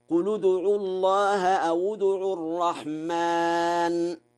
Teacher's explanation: قوله تعالى: قل ادعوا الله أو ادعوا الرحمن. قرأ ورش: بضم لام قل وواو أو، وذلك في حالة الوصل